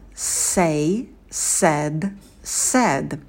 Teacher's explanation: Звук «с» в английском языке такой немного шепелявый, округлый. Тело языка стремится наверх. И когда произносите дифтонг «a», то держите оскал и минимально открываете рот.